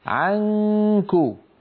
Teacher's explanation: اذهب إلى الكاف مباشرة وبالتالي ينقفل الفم ويصير الصوت كله من الأنف · Term: إخفاء النون